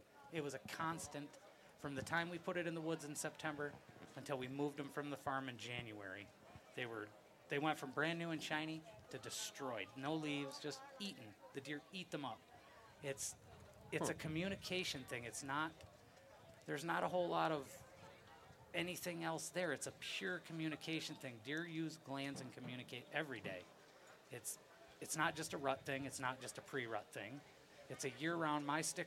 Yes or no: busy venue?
yes